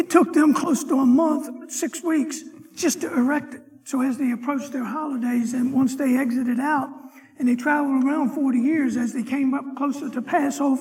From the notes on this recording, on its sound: Sunday morning lecture